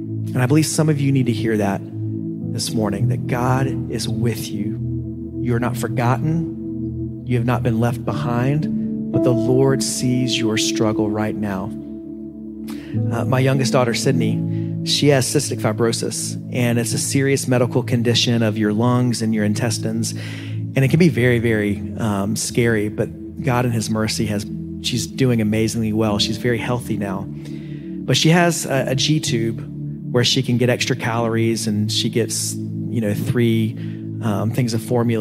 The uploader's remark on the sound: preached at Living Steams Church in Phoenix, AZ